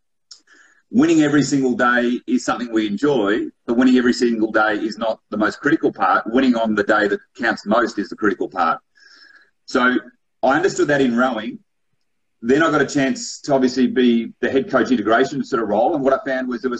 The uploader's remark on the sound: This was recorded as part of 776BC's The Movement Live on Instagram